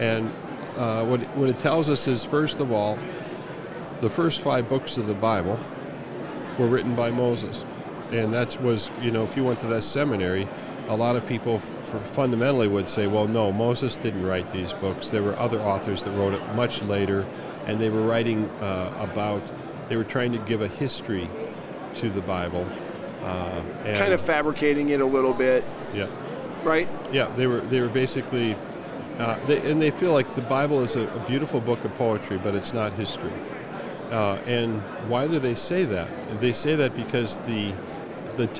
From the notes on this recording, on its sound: LIVE from NRB 2022!